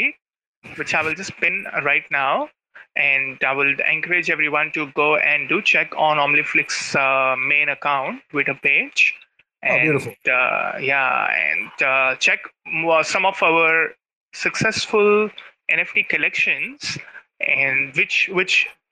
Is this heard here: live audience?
no